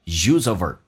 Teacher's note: A teacher was trying to make use ofher， use 跟 of 可以有一个连音叫 make useof，同时 v 可以击穿 h 这个发音，以 h 开头的这些非实义词汇可以把它去掉，所以就变成 ver， v 跟 r 形成一个连音